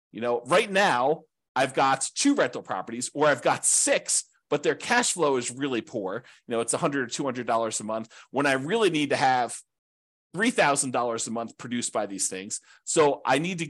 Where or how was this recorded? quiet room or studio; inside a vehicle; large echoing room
quiet room or studio